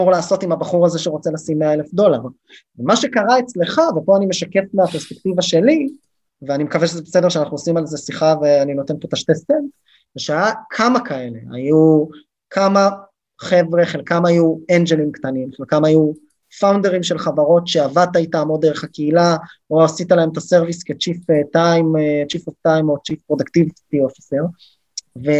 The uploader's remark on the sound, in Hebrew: הפרק הוקלט דרך הזום.